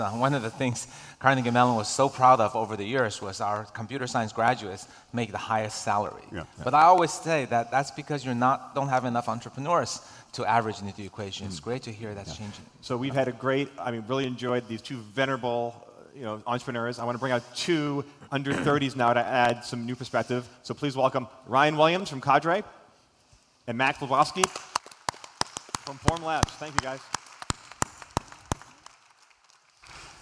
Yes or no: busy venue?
yes